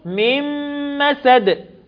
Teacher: حبل من تنوين بعد منه الميم، إدغام كامل بغنة